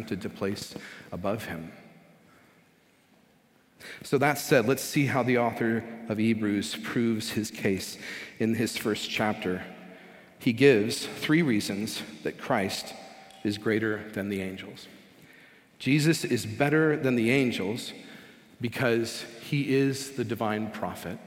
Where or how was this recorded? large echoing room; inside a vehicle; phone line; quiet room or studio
large echoing room